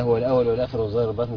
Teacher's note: هنخرج اللسان في الظاء والظاء ومع تفخيمها